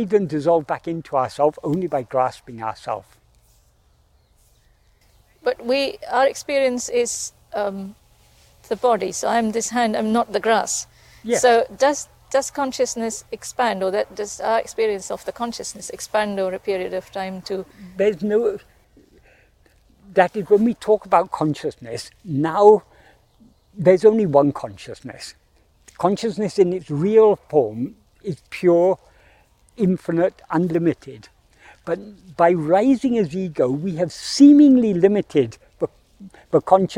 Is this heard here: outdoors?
yes